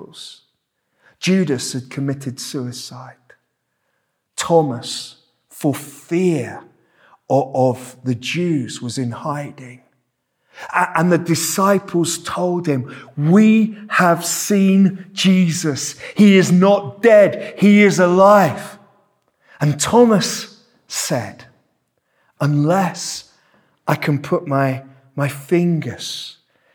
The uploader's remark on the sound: This sermon was preached at Welcome Baptist Church on Sunday 9th July 2023